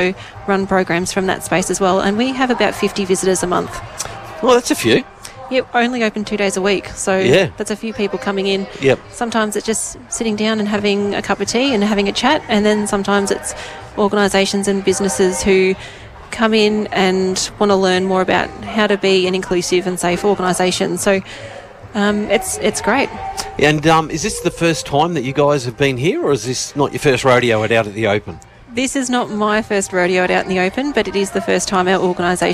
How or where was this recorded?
outdoors